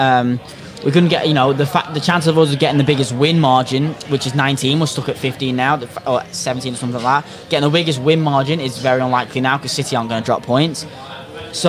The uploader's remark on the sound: Podcast in a Pub. This is an experimental live stream Podcast, the Audio will be published as a Podcast afterwards.